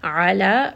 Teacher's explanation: ayn is going to be from the middle of the throat. And then here this is going to be a 4 count mat.